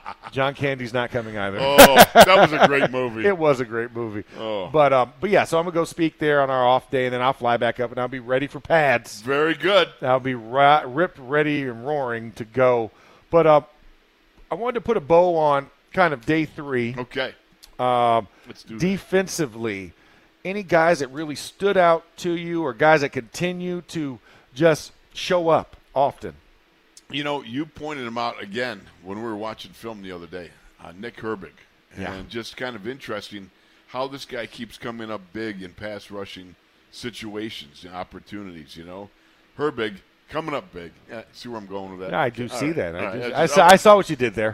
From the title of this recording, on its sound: In the Locker Room Live from Steelers Camp